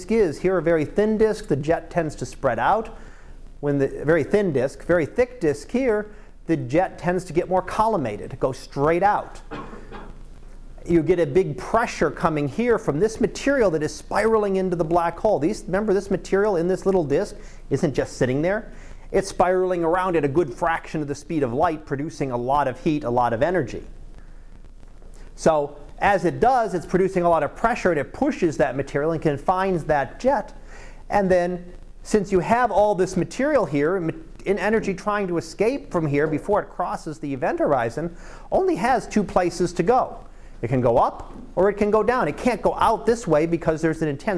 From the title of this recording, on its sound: Live Class Lecture 2017 Nov 27